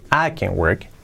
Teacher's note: cuando es afirmativa se pone más en el sujeto · Term: el acento